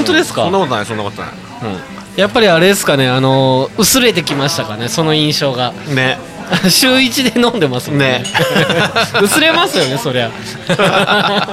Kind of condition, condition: setting, busy venue